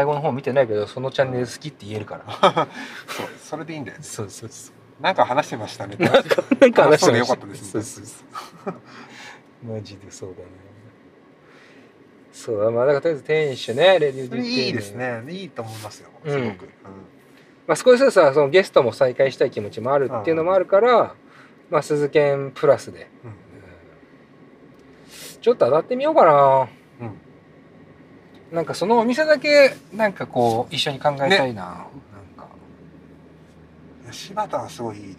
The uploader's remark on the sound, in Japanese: 今回は彼とラーメンを食べに行く道中、ドライブでの会話を収録しました。